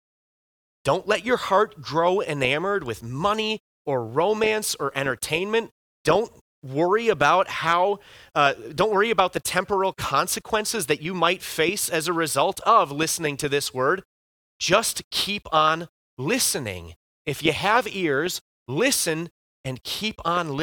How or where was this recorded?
large echoing room